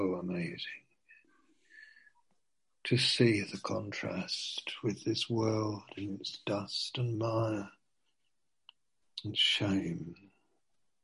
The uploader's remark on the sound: (Zoom) - Teign Valley Sessions - 19:00